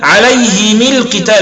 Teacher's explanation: فأتبع الميم للهاء أي كسر الميم تبعا لكسر الهاء · Term: الإتباع